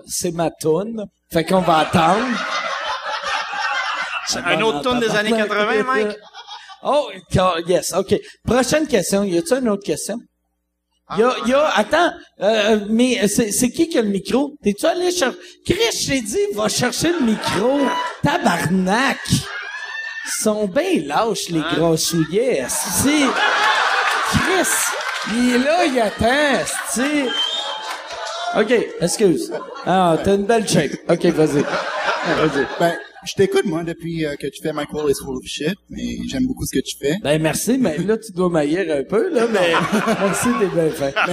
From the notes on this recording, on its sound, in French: Enregistré devant le public de Québec au ComédieHa!